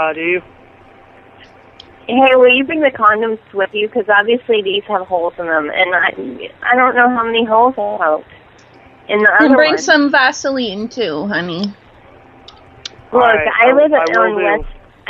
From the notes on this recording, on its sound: Prank Phone Calls